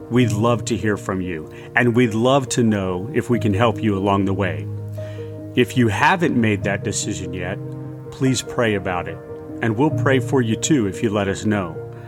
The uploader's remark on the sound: Originally delivered on November 21, 2021 at Crossroads Christian Fellowship in San Antonio, TX.